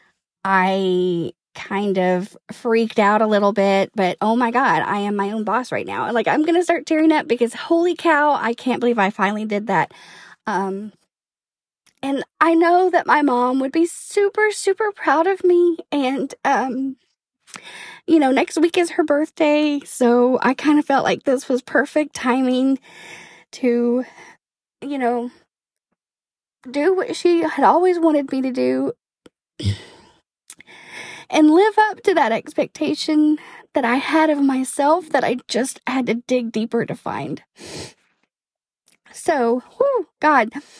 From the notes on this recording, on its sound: made this episode from my car